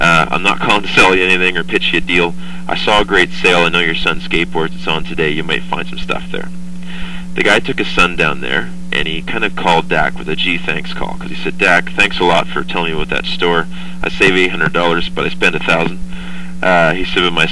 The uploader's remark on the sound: Today I was invited to do a tele-conference for a group of network marketing leaders in the Innerlight corporation. Following is a 9 minute MP3 recording of what I had to say.